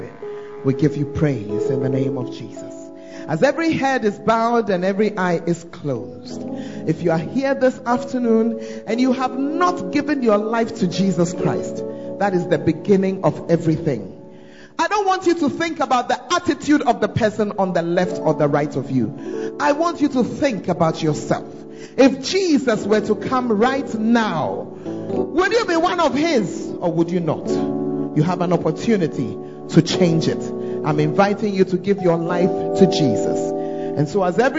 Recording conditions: large echoing room